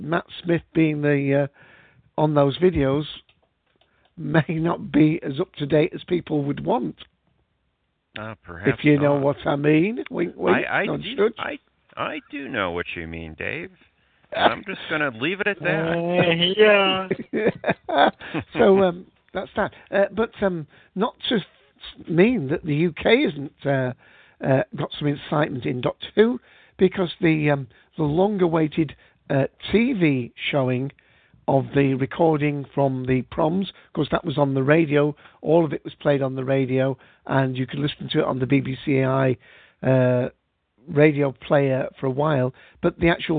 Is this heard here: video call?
no